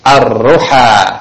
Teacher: Berarti dia masuk kepada huruf samsiah. Maka pembacaannya lam tidak dibaca, hanya tertulis saja.